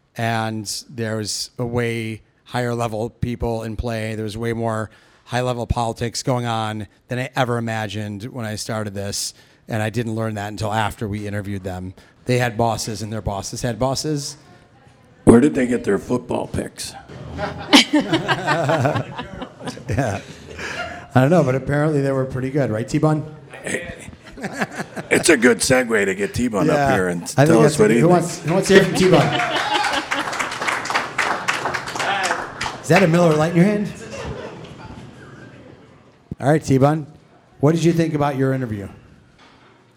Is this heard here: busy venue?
yes